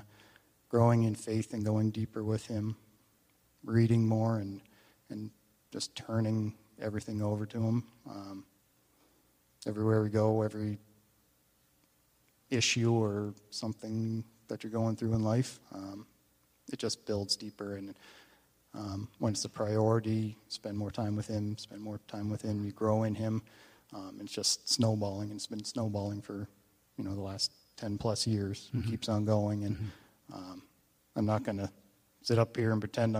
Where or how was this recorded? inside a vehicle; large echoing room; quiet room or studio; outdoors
large echoing room